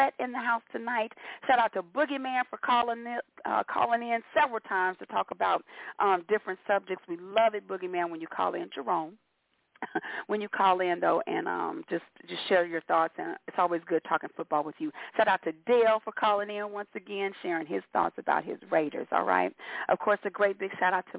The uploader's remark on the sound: your phone calls